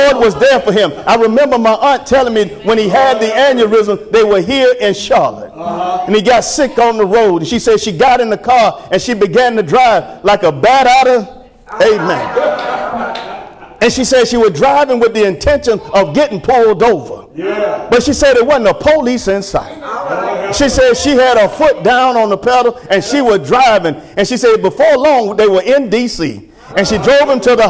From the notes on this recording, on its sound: Sermon preached from Wesley AME Zion Church